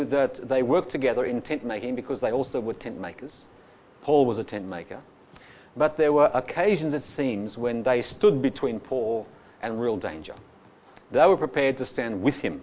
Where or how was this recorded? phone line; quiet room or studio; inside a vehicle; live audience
live audience